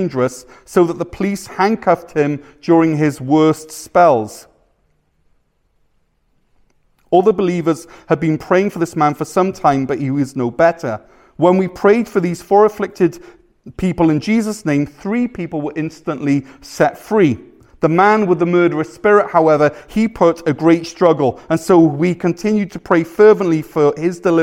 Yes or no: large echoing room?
yes